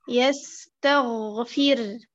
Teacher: تفخيم الغين وأنت على وضع السكون